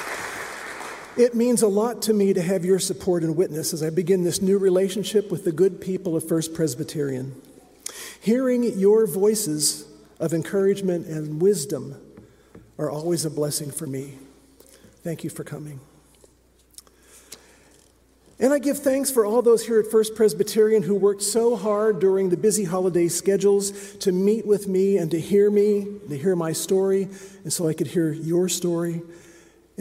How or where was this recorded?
large echoing room